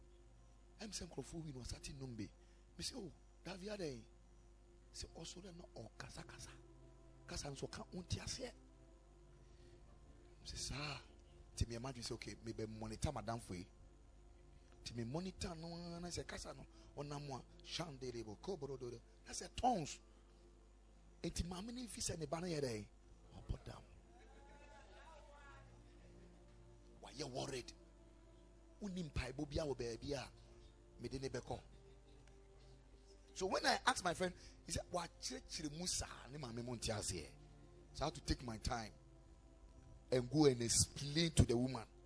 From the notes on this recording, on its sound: Preached at the Ekklesia Chapel